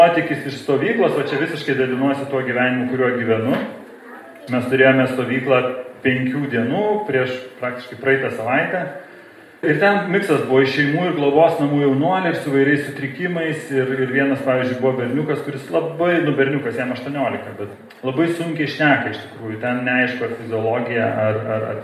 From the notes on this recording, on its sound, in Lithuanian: Įrašas iš Šeimų festivalio